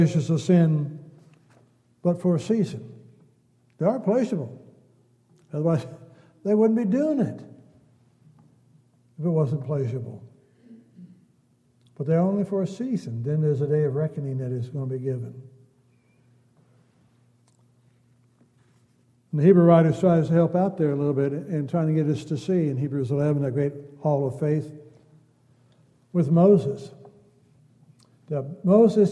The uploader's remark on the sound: Downtown Church Of Christ Audio Sermon